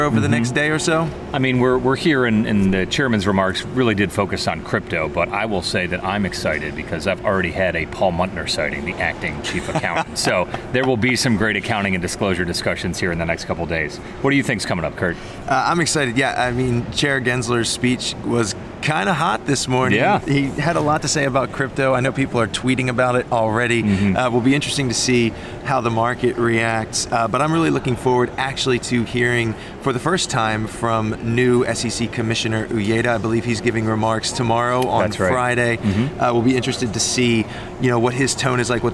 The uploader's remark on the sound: SEC Speaks From the Conference Floor. Live from PLI's The SEC Speaks in 2022 program.